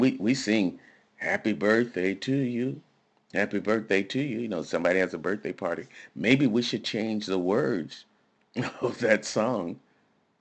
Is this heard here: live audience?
no